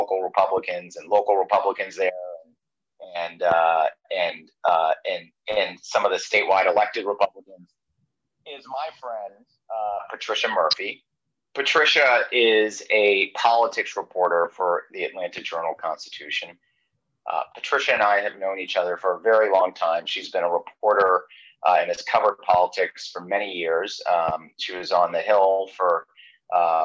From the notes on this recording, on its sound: Apologies for the audio issues in this episode.